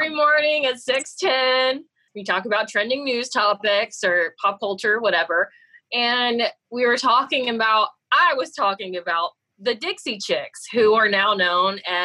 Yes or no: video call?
yes